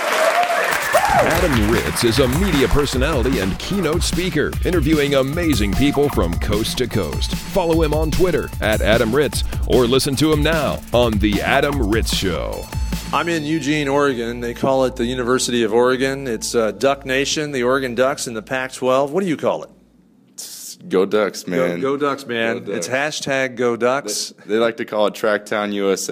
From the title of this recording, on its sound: Live from a Sigma Phi Epsilon national conference